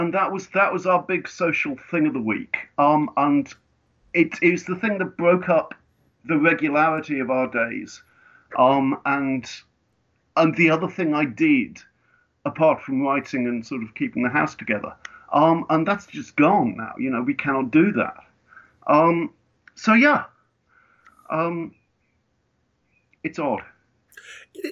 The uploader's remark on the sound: fires up Skype